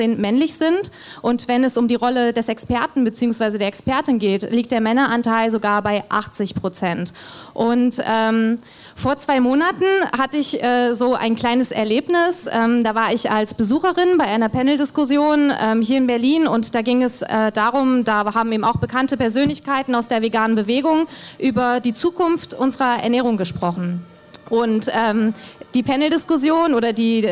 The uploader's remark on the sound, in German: In einer Podiumsdiskussion auf dem veganen Sommerfest Berlin